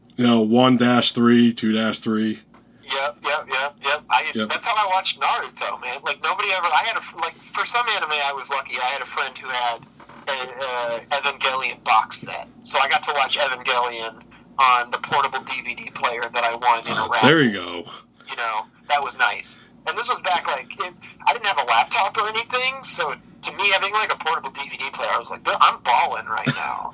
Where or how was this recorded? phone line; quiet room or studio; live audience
phone line